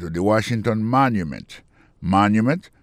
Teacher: Pour le mot monument, il tombe sur le premier syllabe là.